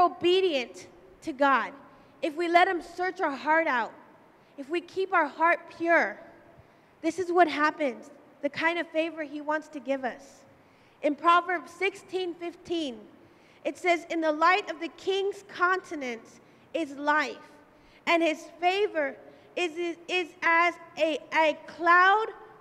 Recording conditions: large echoing room